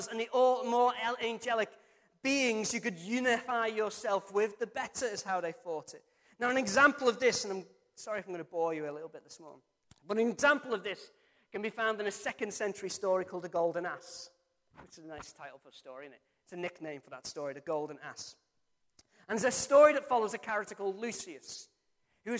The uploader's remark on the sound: Recorded from our Sunday morning service 02-07-23.